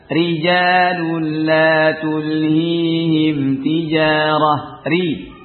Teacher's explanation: Dan tarkikanlah ra, yakni bacalah tipis pada ra ketika di kasrah. · Term: tarqiq